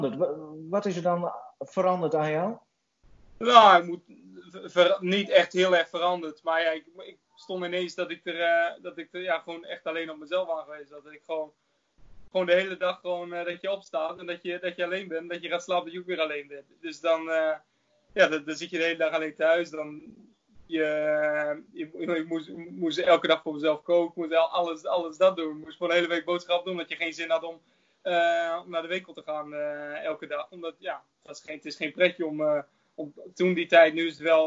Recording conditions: video call